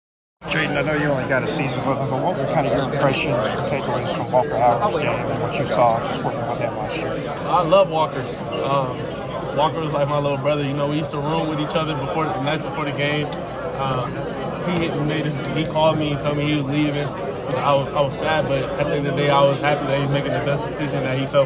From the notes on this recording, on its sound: Live from the Manning Passing Academy. The MPA is held each summer at Nicholls State University — located in Louisiana, the home state of college football's first family.